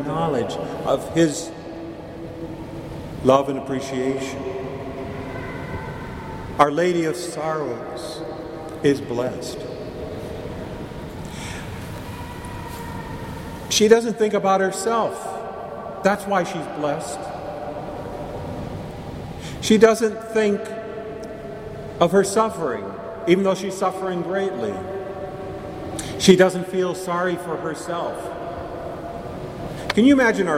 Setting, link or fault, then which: setting, large echoing room